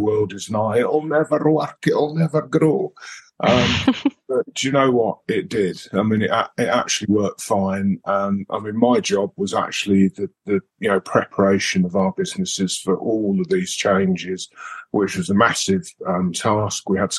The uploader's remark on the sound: This latest episode of the Newsagent podcast is a recording of our webinar.